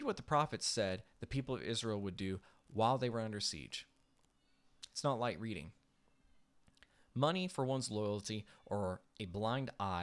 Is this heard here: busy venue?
no